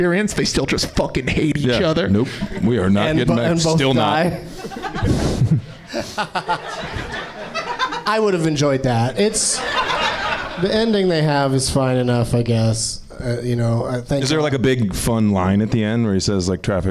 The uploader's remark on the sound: Live from the NerdMelt Showroom